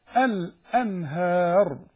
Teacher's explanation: الانهار الراء بس هي المفخمه